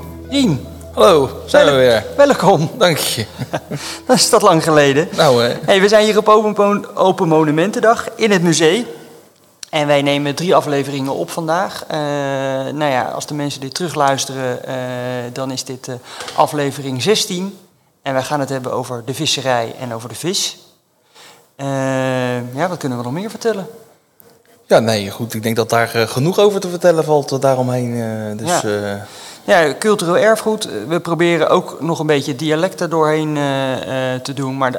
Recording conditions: live audience